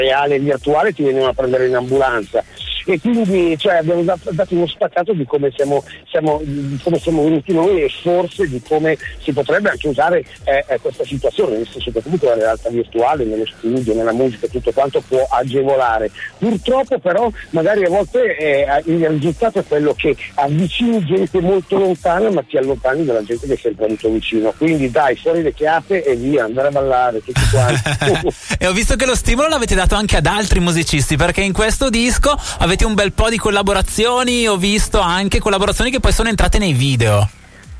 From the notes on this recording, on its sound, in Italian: Al telefono con noi.